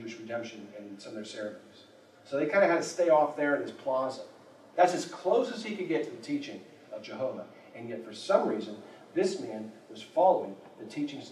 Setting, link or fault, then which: fault, poor sound quality